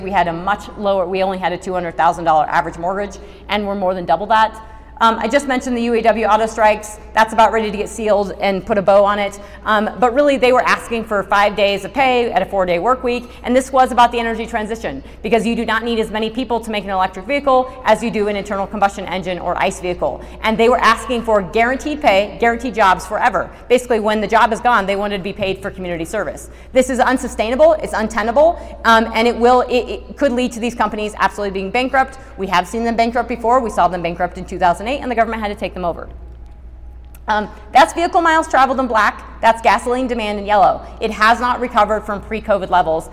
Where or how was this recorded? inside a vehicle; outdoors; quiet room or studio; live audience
live audience